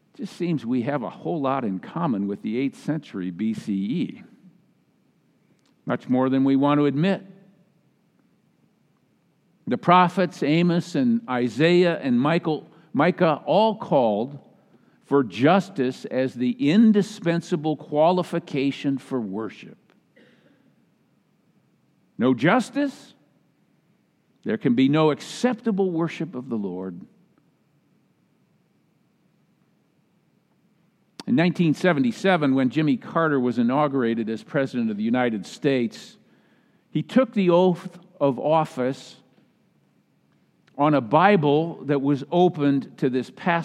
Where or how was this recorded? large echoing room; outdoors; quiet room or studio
large echoing room